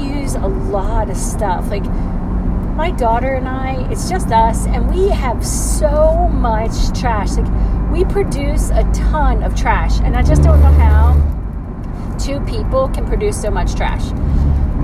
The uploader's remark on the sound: Road Time Rambling. Recorded in car.